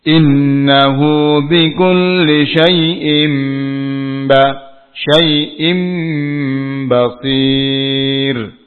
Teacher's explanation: tanwin bertemu dengan ba. Diubah menjadi mim. · Term: iqlab